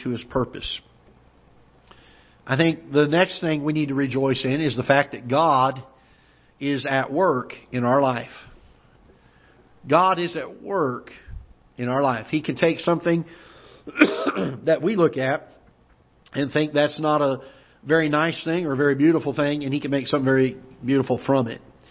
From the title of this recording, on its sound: Ketha Heights Baptist Church ~ Live Broadcast